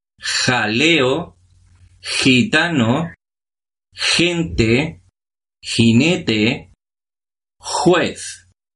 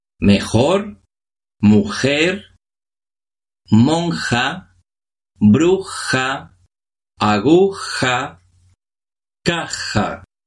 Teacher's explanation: el fonema fricativo lingobelar sorda, es decir, el sonido j que se corresponde con la letra J ante cualquier vocal.